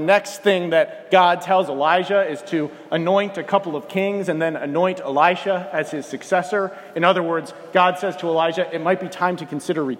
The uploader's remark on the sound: This morning, I preached at First Baptist Church in Wilson, NC.